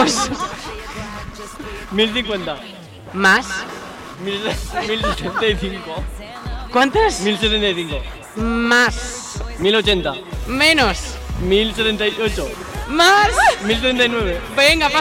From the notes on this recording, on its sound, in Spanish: Cubalibre sale a la calle para celebrar la Noche de Compras que organiza AICELA. El programa 21 en La Almunia Radio ha estado marcado por público en directo, algunas visitas y juegos varios muy divertidos.